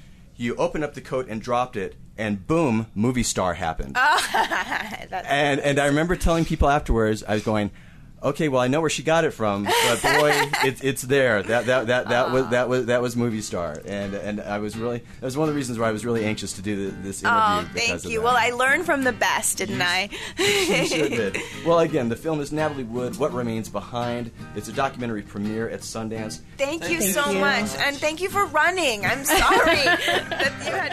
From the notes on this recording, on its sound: We're headed back to the Sundance Film Festival.